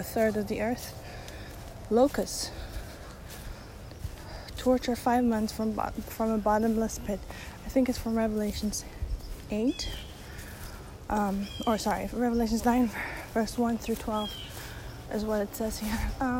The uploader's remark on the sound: Again background noise!